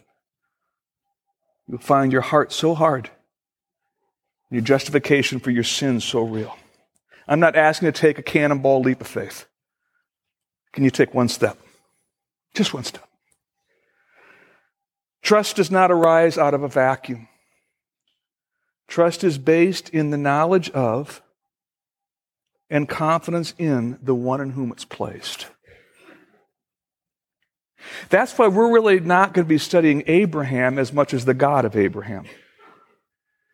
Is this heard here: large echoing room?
yes